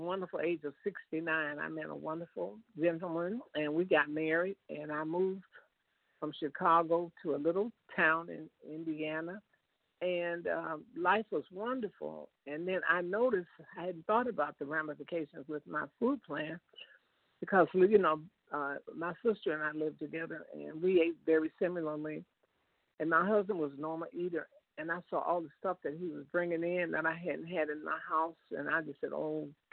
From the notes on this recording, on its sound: 100 Pounders Phone Meeting